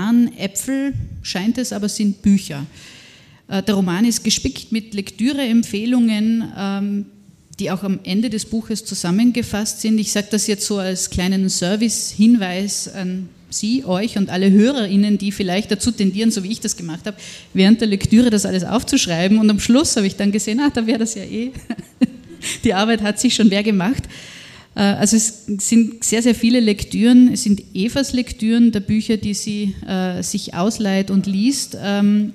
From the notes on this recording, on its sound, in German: Bei der Literaturmeile Zieglergasse. Dass es sich um die Aufnahme eines Live Podcasts handelt, kann man daran erkennen. An den leisen Hintergrundgeräuschen in der Konditorei Frömmel.